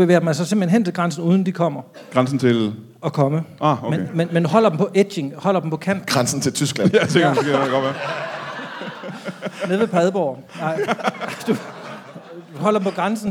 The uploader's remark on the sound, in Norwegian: LIVE fra Comedy Zoo